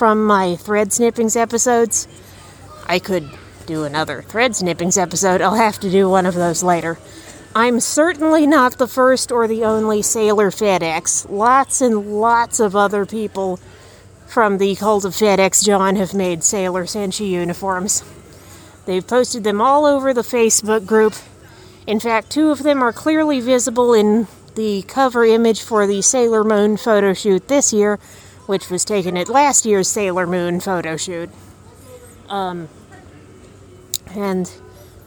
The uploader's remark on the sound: Here’s a live update from the airport in Omaha! No music in this episode.